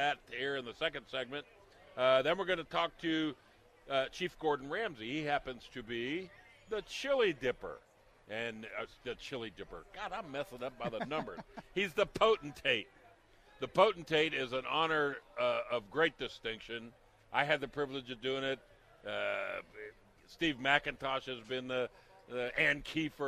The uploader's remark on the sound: Live from the 2012 Chili Cook-Off